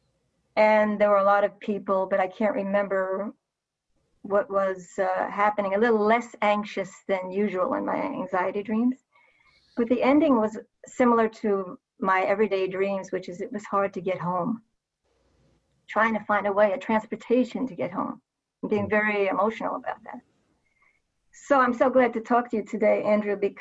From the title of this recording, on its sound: Virtual Hangout